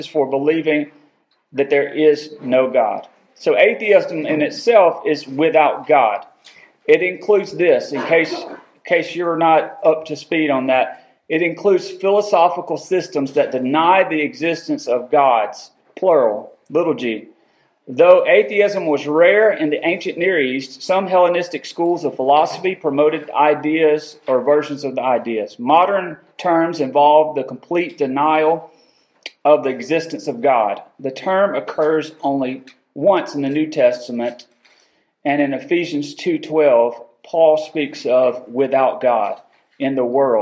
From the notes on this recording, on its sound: Recorded October 19, 2022 at Friendship Baptist Church.